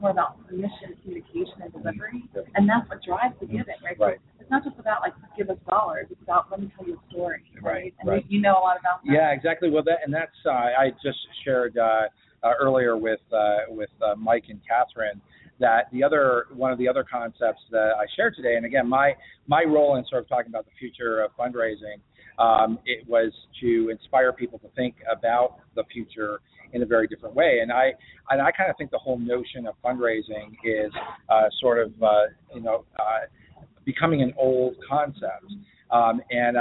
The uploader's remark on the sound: LIVE from BBCON 2015 - The Blackbaud Conference